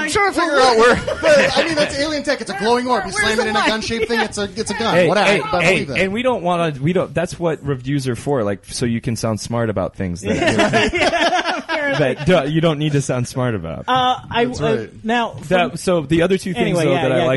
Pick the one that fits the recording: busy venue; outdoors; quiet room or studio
busy venue